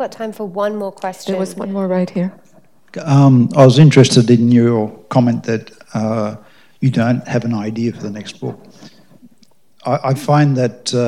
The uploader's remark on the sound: An exclusive Sydney Science Festival presentation